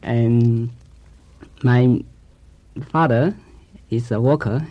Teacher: the speaker is using the or sound, walker, instead of the er sound, worker.